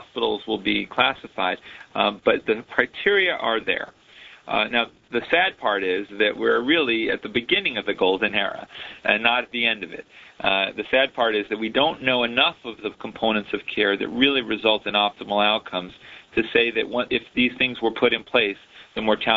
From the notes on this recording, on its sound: October 2005 Author in the Room® Teleconference